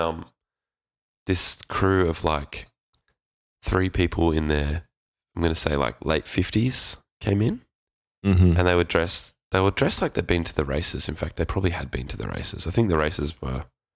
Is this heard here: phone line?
no